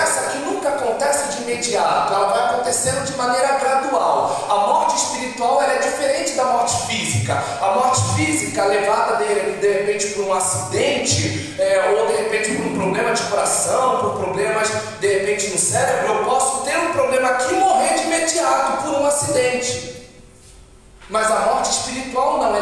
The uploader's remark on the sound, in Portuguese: Áudio da ministração realizada em 31/08/22 na Igreja Cada de Oração Nova Aliança